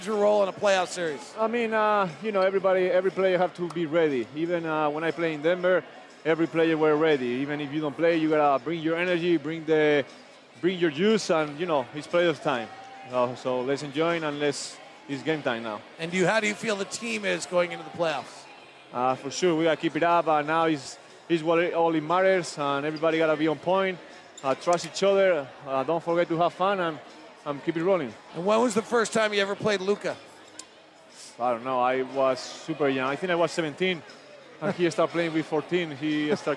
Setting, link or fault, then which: setting, busy venue